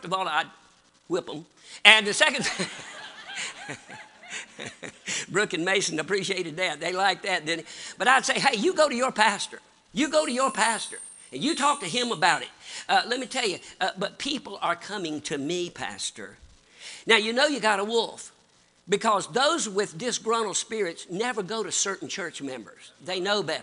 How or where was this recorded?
large echoing room